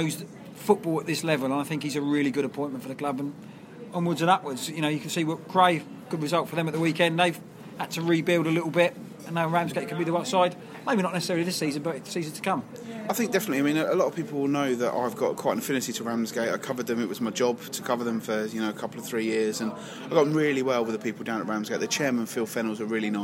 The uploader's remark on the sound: this week's show was recorded at the Kent Non-League Podcast Christmas night out